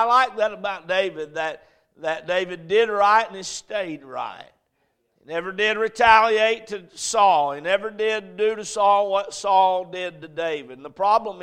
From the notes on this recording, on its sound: A message preached at Crossroads Baptist Church